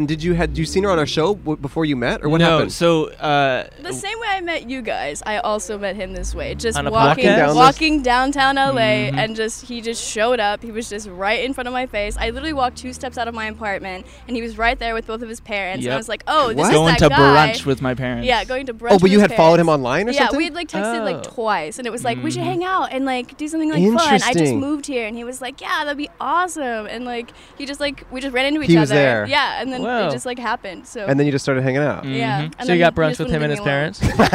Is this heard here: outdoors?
yes